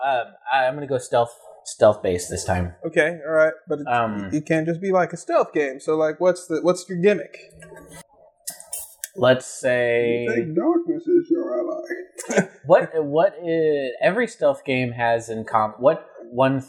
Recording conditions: poor sound quality